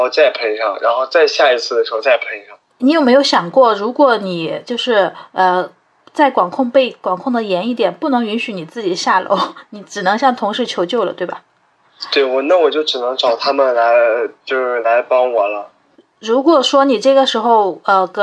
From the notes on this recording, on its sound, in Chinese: 本期【扩音器】通过电话录音完成的，音频质量可能稍微欠缺，尽请谅解